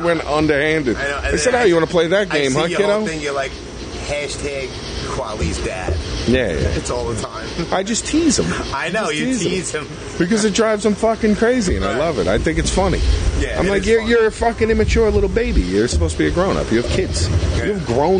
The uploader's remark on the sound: Live from Huntington Station. We met up at a shitty little bar in Huntington Station, Long Island.